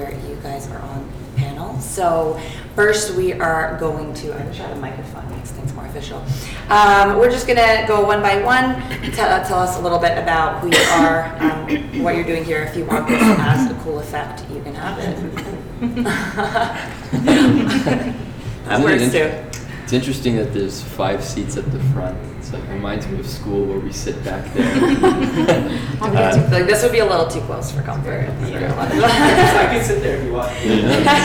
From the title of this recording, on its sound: Breakfast Club Live Recording!